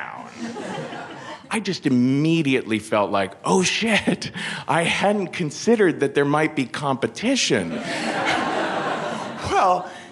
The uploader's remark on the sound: Featuring a live story. In New York City.